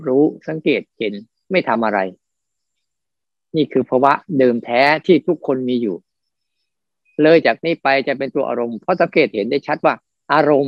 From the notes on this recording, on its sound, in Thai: คอร์สออนไลน์ (ผ่านโปรแกรม Zoom)